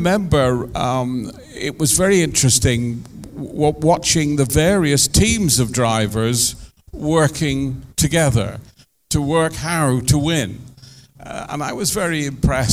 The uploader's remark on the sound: LIVE at the Summer Jaguar Festival. In front of a live audience.